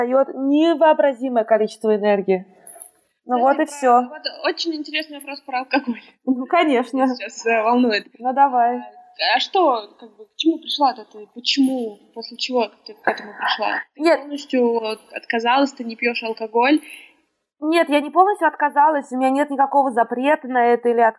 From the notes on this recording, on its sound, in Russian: отвратительный звук